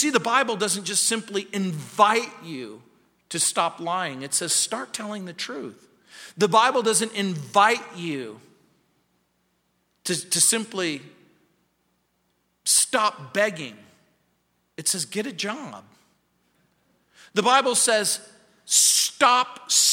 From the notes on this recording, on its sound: at Calvary South Denver in Littleton CO